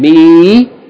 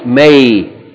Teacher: meem, kasra ya, which is an elongation, me. And then we see meem, fatha ya, which is a diphthong, may